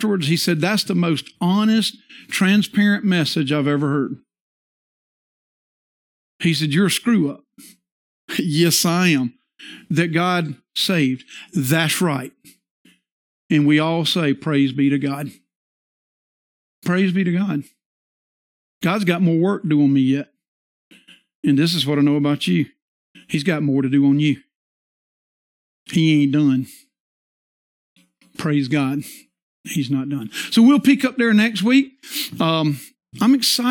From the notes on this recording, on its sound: This is the sermon from our Worship Service on Sunday 11/27/22